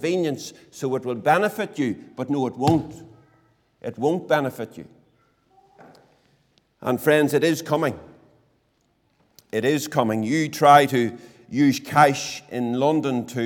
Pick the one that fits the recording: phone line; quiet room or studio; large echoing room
large echoing room